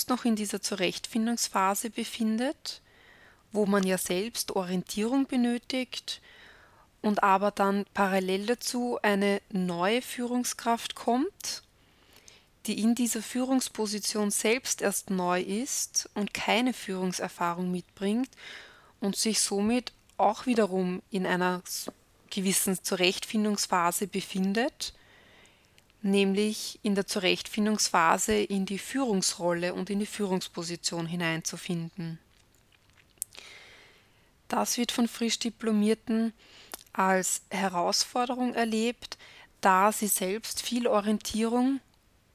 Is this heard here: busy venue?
no